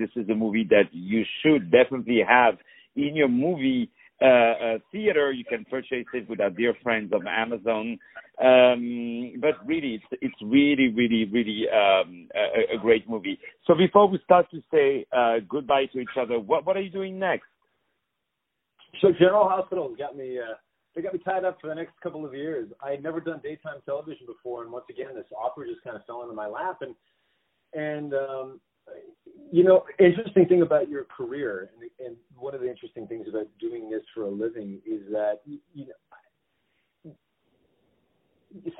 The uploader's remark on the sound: On the phone